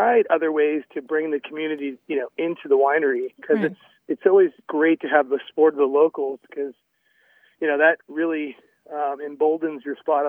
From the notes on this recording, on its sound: Called in today to share what you can find at his beautiful winery (just a short ride from downtown Healdsburg).